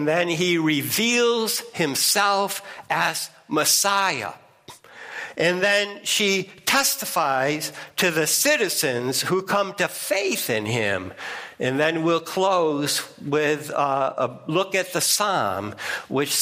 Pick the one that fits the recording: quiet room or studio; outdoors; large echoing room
large echoing room